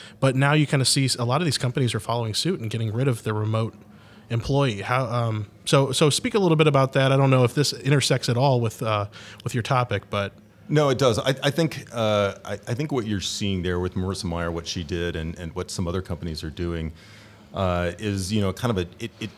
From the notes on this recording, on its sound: Live From Agile Midwest.